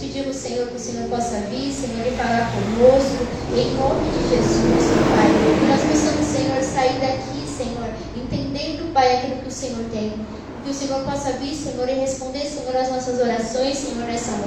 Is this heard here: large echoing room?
yes